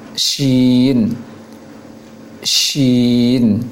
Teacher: pengucapannya tengah lisan ditempelkan ke langit, kemudian diucapkan dengan cara mengalirkan angin keluar, sehingga angin tersebut terasa di bibir bawah · Term: huruf shin